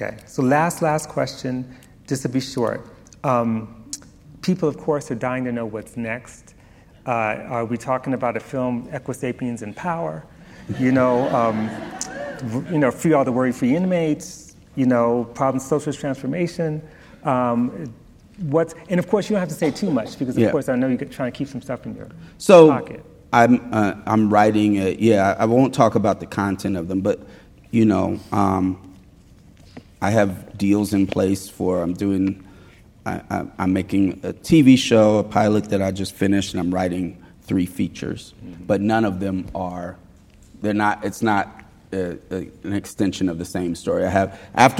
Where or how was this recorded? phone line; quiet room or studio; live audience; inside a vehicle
live audience